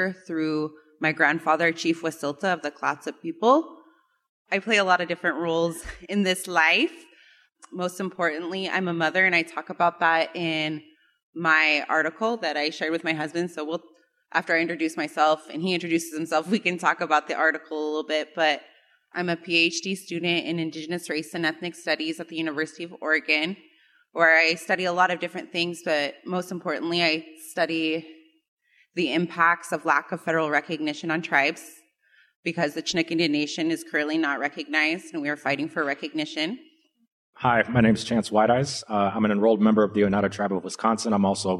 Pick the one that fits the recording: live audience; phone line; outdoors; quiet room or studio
live audience